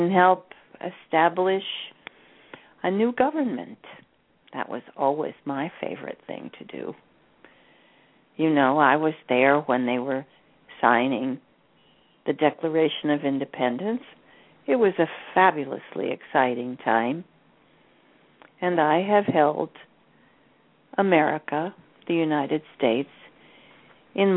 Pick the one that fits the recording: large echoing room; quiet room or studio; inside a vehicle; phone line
phone line